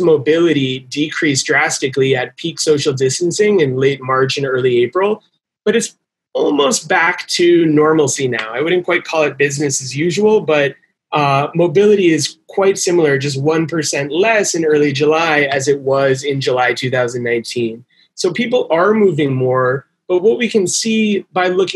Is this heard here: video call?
yes